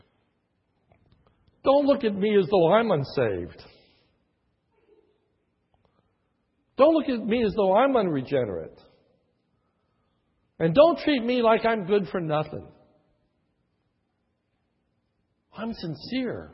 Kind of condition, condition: setting, large echoing room